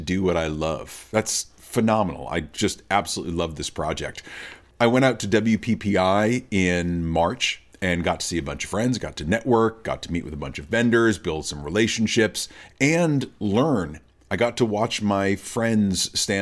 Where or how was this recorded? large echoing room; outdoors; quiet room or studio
quiet room or studio